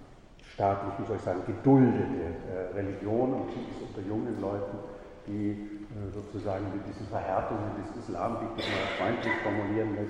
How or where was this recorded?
large echoing room